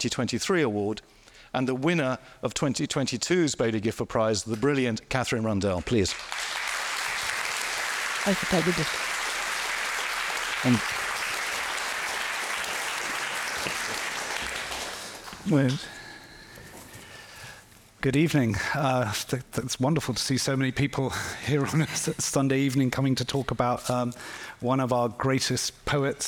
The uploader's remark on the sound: the Baillie Gifford Prize live event from Cheltenham Literature Festival